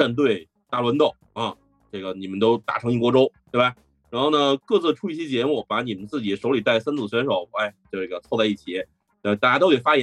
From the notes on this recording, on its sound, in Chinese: 我们将周六的直播做成了音频版。由于是会议录制，本期节目音质一般。